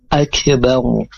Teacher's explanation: ro itu sukun kemudian huruf sebelum ro harokat fathah atau dhamma, maka dibaca tebal, jadi bacanya akbaru bukan akbar. · Term: tafkhim